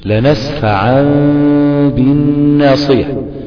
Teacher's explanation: اول خطوه تقلب النون او التنوين ميم خالصه، ثاني خطوه تعمل اخفاء في الميم دي، ثالث خطوه ان تظهر الغنه تبين الغنه مع الاخفاء سفرجة يعني، وهي صفه الميم المقلوبه معنى اصح سفرجة. · Term: الاقلاب